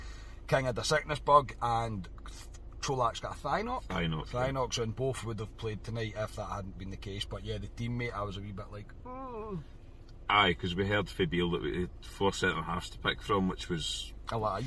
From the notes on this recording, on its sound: reaction from the car after leaving Ibrox